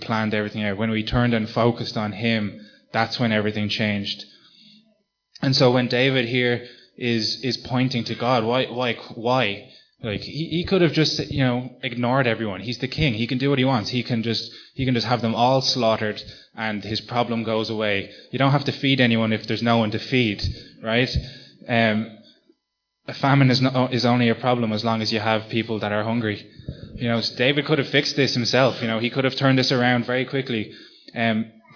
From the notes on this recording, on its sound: Recorded live at Liberty Church on 24th March 2019